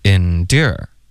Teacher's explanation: endure 它的明显的重音是第二个 OK 第一个音节呢就没有那么没有任何重音、嗯、不明显 okay, 所以重音上有区别一个是哒哒一个是的的 OK 第二呢发音上区别还是挺大的 door 的这个发音呢是一个倒 C 的这个元音后面带一个 R OK 然后它的发音就是 door 开头呢其实我们的嘴唇是撅起来的是嘟起来的有一点嘟的这个感觉嘟然后嘴唇要分开有一个窝的音 door door 后面呢再加一个二 door